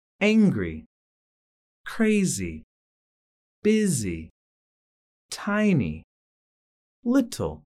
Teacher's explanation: Stress in two-syllable adjectives. Stressed on the first syllable.